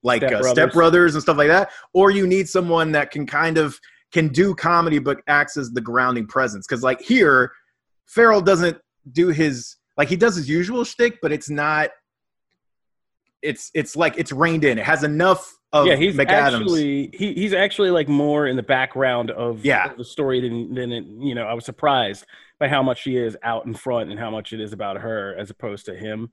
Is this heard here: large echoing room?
no